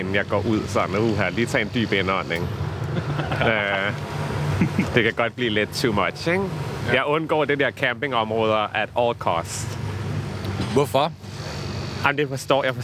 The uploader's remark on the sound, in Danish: 30-årskrisen er på Roskilde Festival. Han søger dog ikke campingpladsen og ølbongene, men holder sig til sin campingvogn og koncerterne.